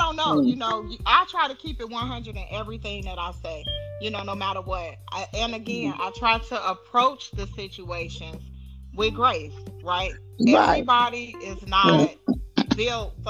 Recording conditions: drop-outs